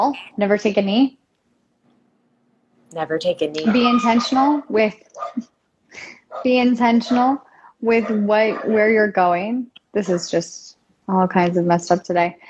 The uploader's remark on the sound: during an Instagram Live